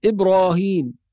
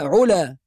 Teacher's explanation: ينطق الألف طبيعية حركتين بس ولا يطيل المد · Term: المد الطبيعي